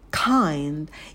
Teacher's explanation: На звуке «к» добавляем придыхание